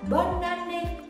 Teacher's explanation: bạn nối liền cái chữ N Cái phụ âm N cuối Với cái nguyên âm A của cái từ anime bonne année ou bien bonne année. Đó